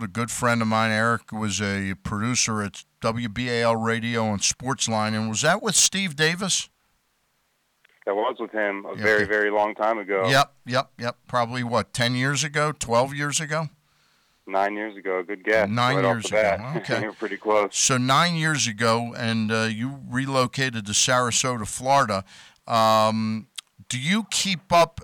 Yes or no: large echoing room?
no